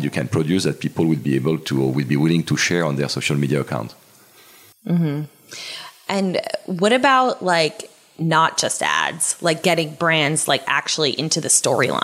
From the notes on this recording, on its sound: Campaign Chemistry live from Cannes.